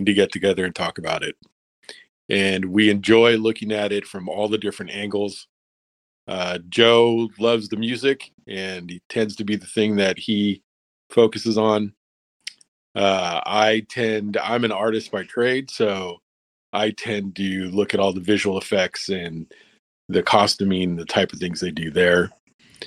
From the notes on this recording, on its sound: we recored remotely for this but we're usually all together and sound better